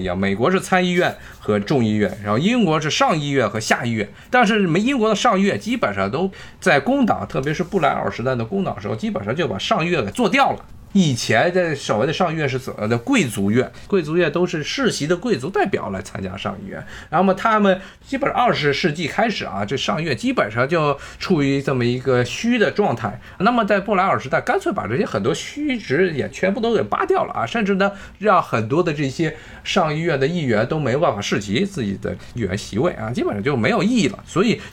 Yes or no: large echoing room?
no